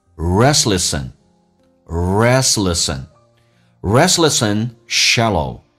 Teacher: Restless 跟 ant 有一个连音， ant 在口语化当中会弱化成 n，这个发音就变成 sen。